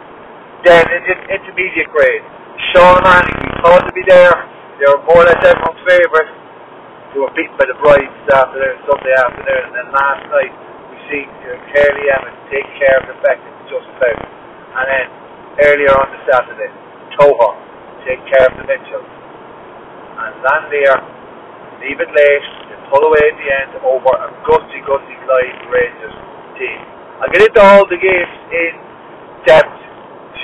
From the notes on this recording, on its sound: Apologises for the audio it cleans up just in time for the senior semi final recap